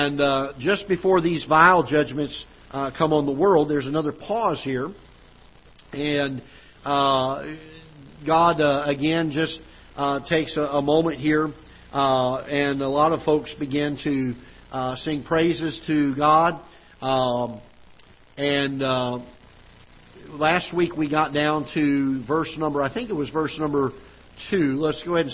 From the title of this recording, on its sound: Ketha Heights Baptist Church ~ Live Broadcast